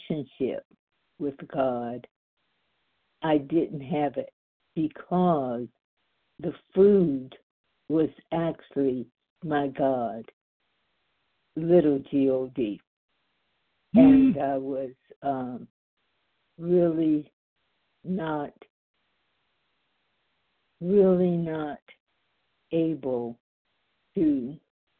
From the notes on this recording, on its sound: the 100 Pounders Phone Meeting